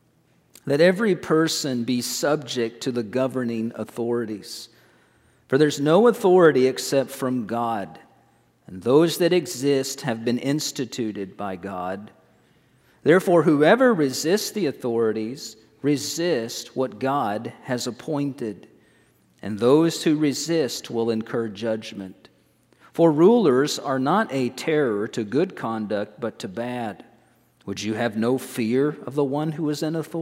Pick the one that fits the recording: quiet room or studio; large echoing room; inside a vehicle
large echoing room